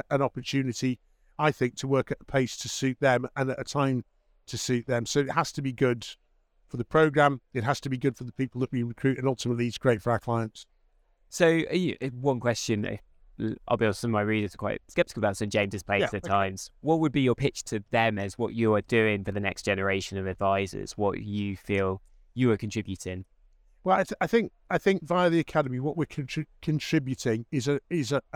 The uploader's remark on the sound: Recorded live from NextGen Planners’ Liverpool conference in October.